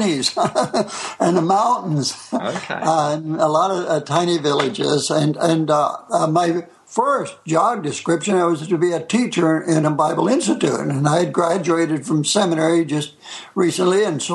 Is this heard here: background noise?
no